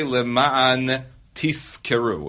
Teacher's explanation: the unvoiced cuff will have an impact on the voiced zayin, and you end up pronouncing both unvoiced